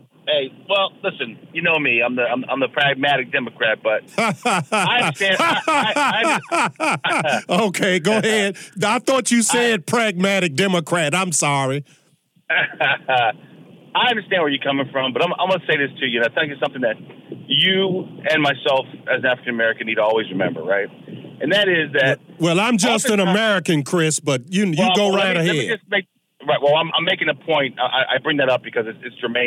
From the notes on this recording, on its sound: entertains lively audience calls